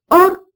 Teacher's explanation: or va avec un O ouvert. Et cela vous paraît naturel, parce que le O de ces mots est resté ouvert en français moderne.